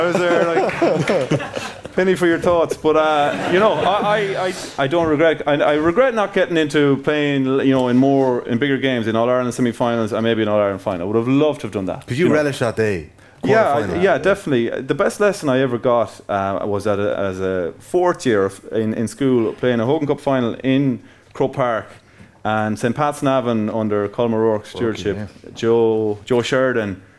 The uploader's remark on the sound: TFP LIVE in Dublin. Live in Kilmacud Crokes clubhouse.